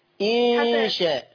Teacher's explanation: بيني غنة الإخفاء اللي هي النون عند الشين